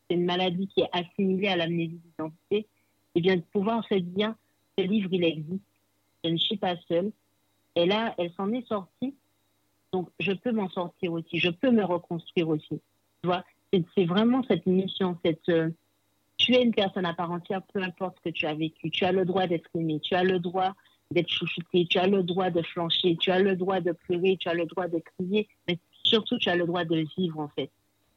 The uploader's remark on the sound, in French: Vous me pardonnerez la qualité sonore due à une mauvaise communication téléphonique. Mais j’ai refusé d’enlever à la spontanéité de l’échange en procédant à un nouvel enregistrement.